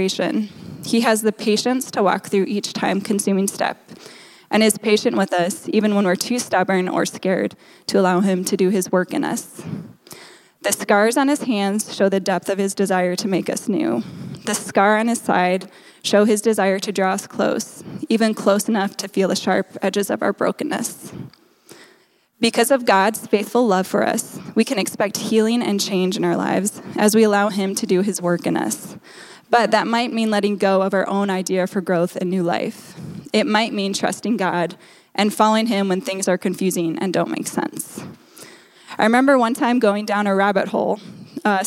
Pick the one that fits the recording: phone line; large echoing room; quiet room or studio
large echoing room